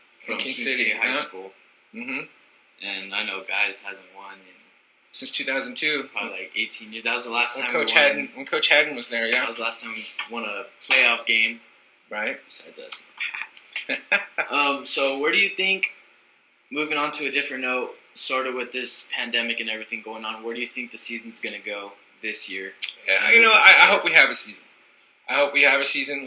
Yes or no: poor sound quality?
yes